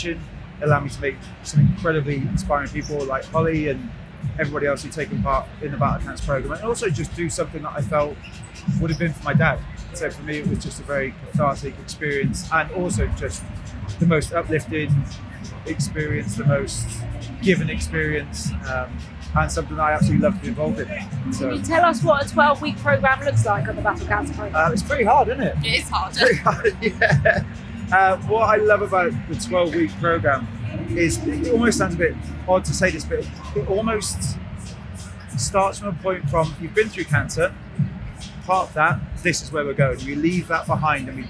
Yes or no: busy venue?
yes